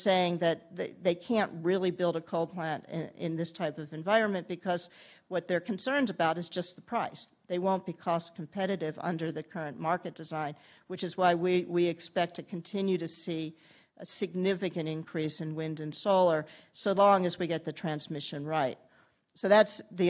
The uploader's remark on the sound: Keynote presentation